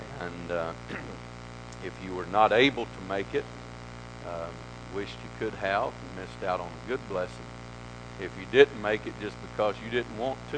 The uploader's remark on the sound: This message is broadcast live from the First Pentecostal Church in Silsbee Texas